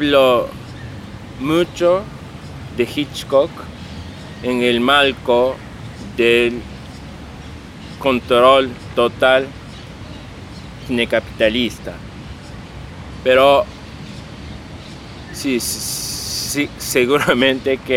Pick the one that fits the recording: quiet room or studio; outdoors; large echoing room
outdoors